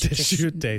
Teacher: I feel like the S is silent, so I think it's Deschutes.